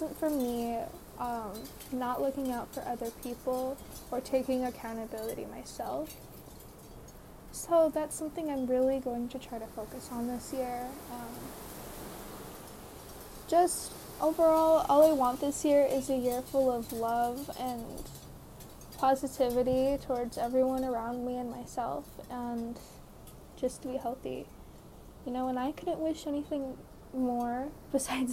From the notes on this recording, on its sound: the background noise